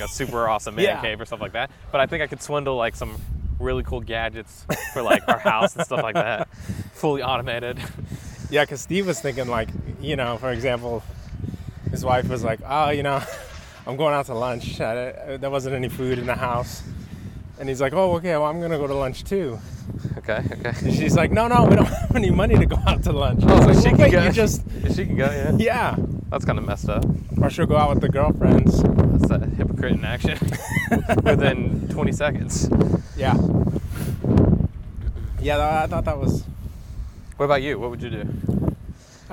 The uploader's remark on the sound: test out recording out on the street